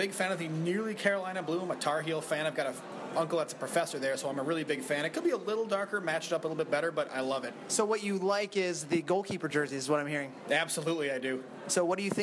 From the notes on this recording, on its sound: first ever live podcast as they MC the 2016 Kit Launch